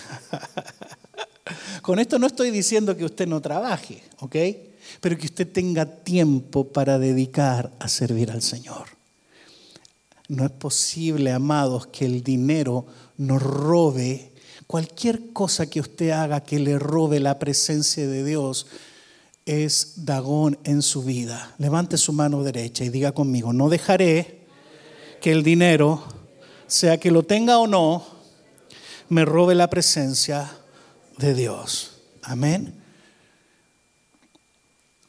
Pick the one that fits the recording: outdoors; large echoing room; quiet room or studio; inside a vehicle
large echoing room